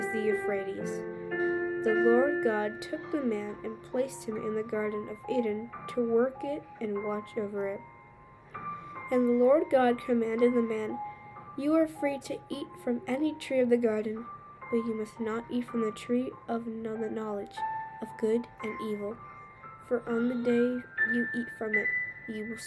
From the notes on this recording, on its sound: You can hear some background noises and the music is a bit loud, and sometimes when I talk I do it fast.